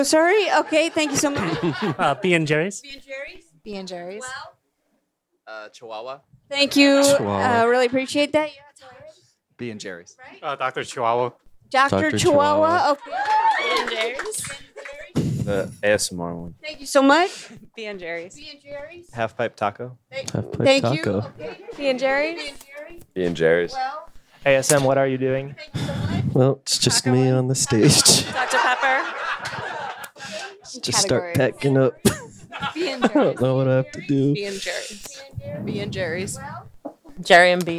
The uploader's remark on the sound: LIVE from the 2020 Brooklyn Podcast Festival. At Union Hall in Brooklyn, NY.